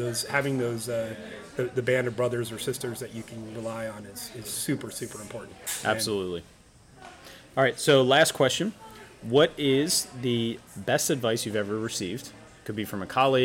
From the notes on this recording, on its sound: We recorded LIVE at the Teach Better Conference 2022 in Akron, Ohio.